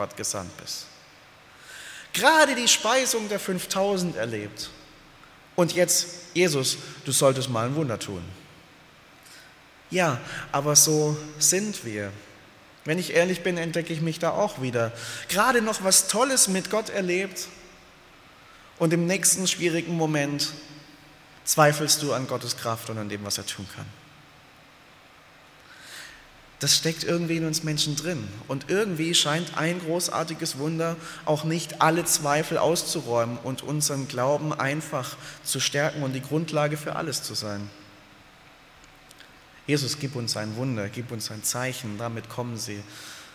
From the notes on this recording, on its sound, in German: aus dem Gottesdienst der Liebenzeller Mission